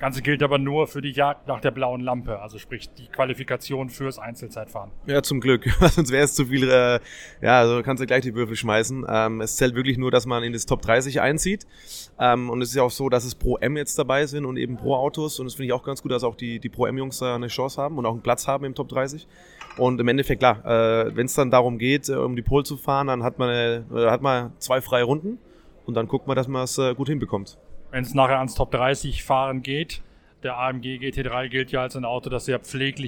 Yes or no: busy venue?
yes